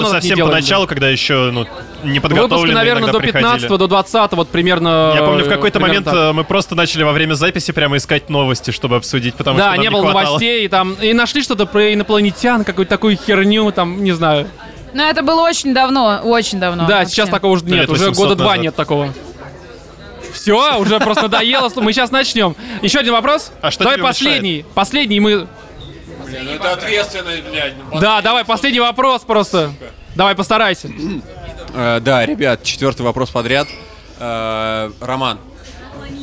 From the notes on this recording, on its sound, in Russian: потом они перемещаются на московскую сходку слушателей, где и начинается самое интересно — live-запись под пиво и поздравления